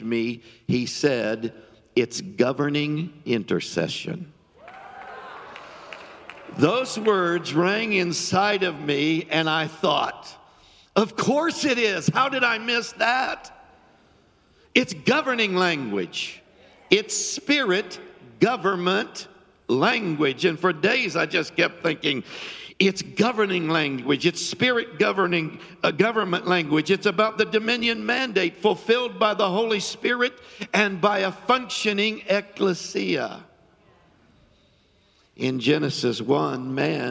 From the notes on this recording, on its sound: Filmed live on 10/09/20 at the Reset Conference hosted at The Oasis Church, Middletown Ohio.